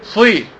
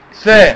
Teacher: الصاد مفخمة، السين مرققة